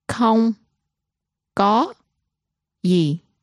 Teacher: Notice không is pronounced with no tone